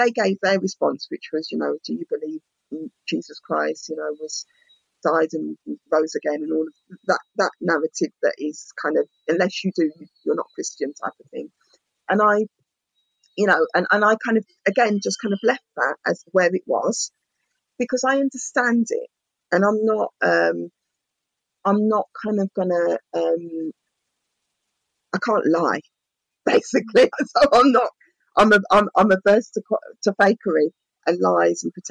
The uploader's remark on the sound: I didn’t think it would make it because the recording quality was so bad (I’ve learnt my lesson) even the professional that I reached out to couldn’t help me but I think I’ve done a good job of cleaning it up over the last couple of days.